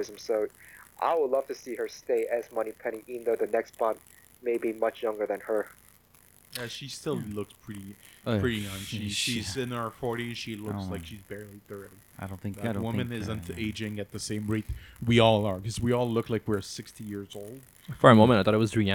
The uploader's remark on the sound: While the overall audio quality of this episode is fine, listeners will certainly detect a distinct static noise in the background. We had some technical difficulties that were only fixed in the second hour of our discussion.